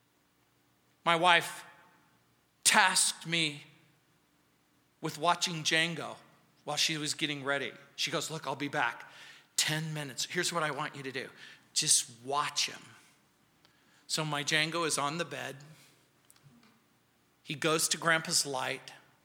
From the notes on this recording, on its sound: On Sunday Mornings. At Calvary South Denver in Littleton CO.